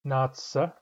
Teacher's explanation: Natsa starts with a glottalized N